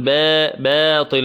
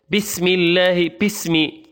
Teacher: تحرص على الشدة والجهر في حرف الباء · Shown in: first take · لذلك كثير منهم لا يحافظ على الشدة والجهر، فنسمعه يقول بسم الله، بسمي، كأنها تميل إلى البي، كأنها تميل إلى الأعجمية حرف البي، يقول بسم الله بسم الله.